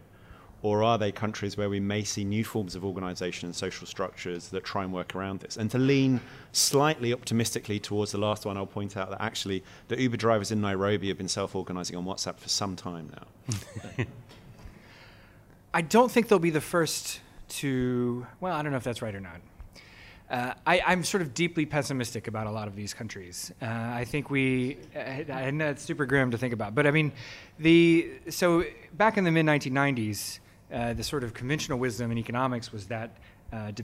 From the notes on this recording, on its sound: This conversation was recorded as a fireside chat in front of a live audience at a private Exponential View event in London.